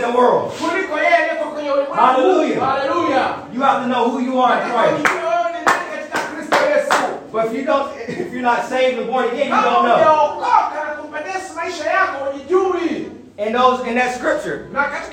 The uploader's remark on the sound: This is a recorded message. Preached at Tanzania Assemblies of God in Zanzibar.